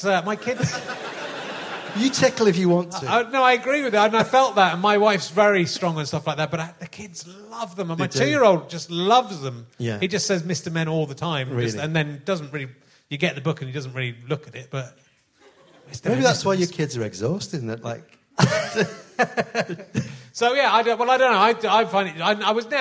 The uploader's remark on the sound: at the Liverpool Playhouse